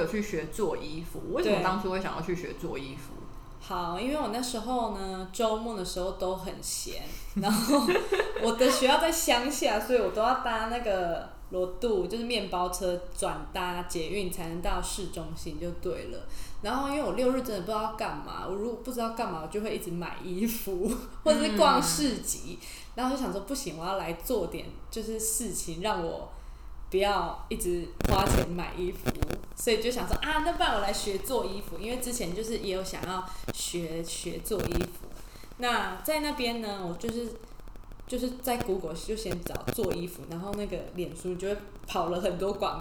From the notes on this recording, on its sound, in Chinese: 這集因為錄音器材的關係有些雜訊還請各位聽眾多包涵。